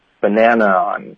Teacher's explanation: on 就直接连发过去，不停顿，然后没有什么添加音